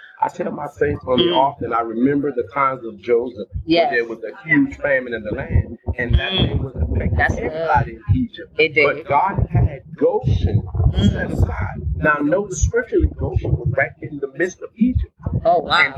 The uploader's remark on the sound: Live at New Voices New Vision Life Changing Church in Conway, SC for their Bridging The Gap Drive Thru Service! Snapshot interview.